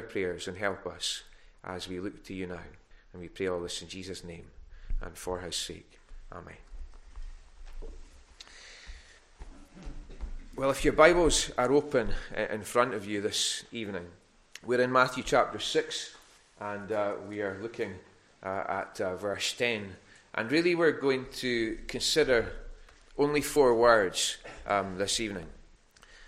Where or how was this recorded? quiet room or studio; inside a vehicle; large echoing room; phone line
large echoing room